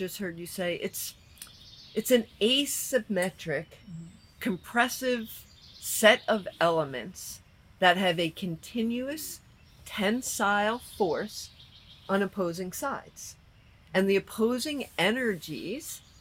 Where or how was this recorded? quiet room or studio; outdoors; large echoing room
outdoors